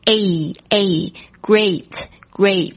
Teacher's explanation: 一个是先发 A 再发 E，所以呢你这个在念这个发音的时候感觉好像微笑起来的那种感觉 · Term: 双元音